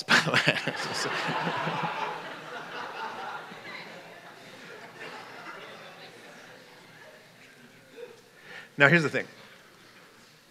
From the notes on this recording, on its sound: This message was given at Fall Conference 2022.